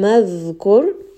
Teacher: dal has a little bit of that rikhawa. So rest on this letter for a bit. Qur, ra here is heavy.